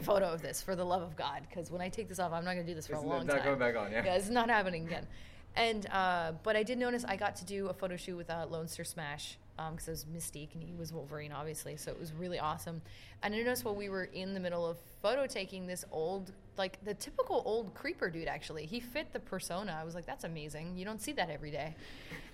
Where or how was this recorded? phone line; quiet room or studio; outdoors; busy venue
busy venue